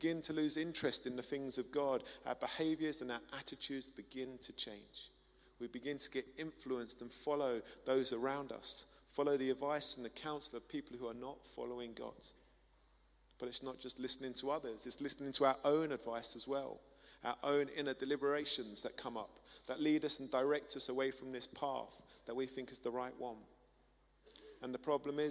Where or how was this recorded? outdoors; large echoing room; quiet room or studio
large echoing room